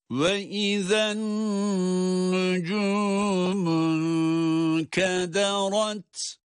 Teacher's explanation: النُّجُومُ derken şeddeli nun tutulacak. İn kederat derken de sondaki ta'ları da tabii gösteriyoruz.